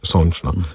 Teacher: In je prislov, ki je naglašen na oju.